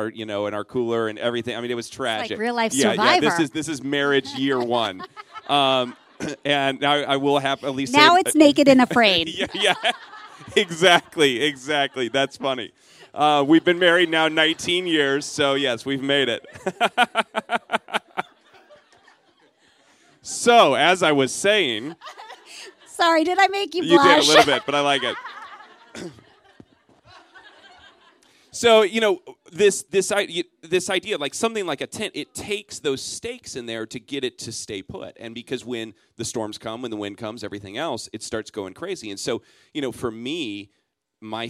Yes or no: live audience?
yes